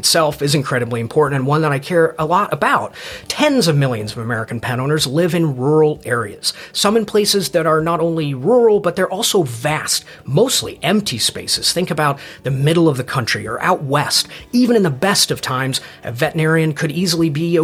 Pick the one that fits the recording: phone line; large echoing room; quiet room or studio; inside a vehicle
quiet room or studio